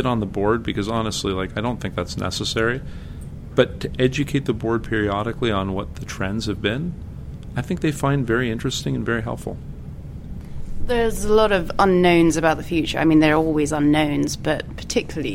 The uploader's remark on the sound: at their yearly conference, CONVERGE